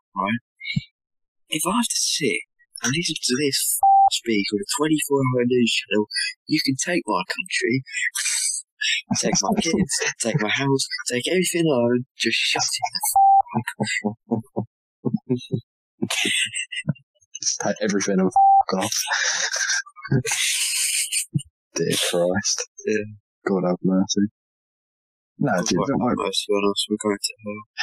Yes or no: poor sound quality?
yes